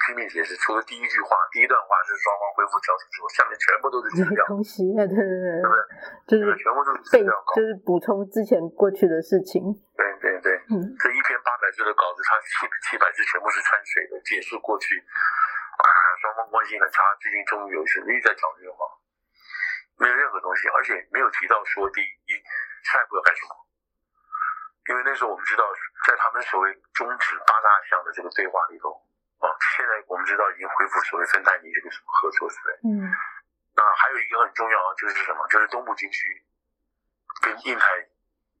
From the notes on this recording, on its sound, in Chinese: 對不起，音質應該下次就會改善了